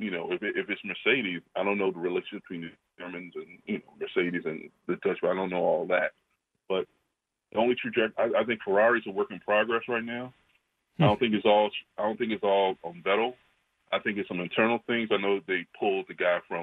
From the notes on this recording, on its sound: joins us on the phone with his insights